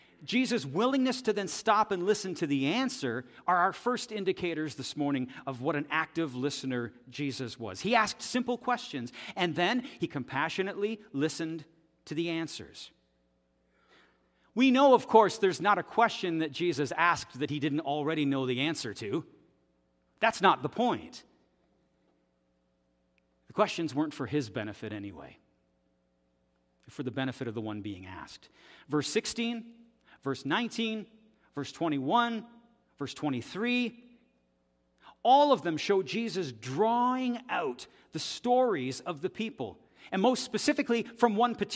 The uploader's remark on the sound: This audio is taken from the October 8, 2023 worship service at FBC Charlottetown.